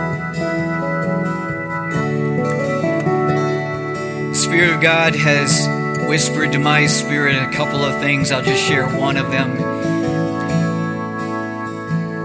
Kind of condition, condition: setting, large echoing room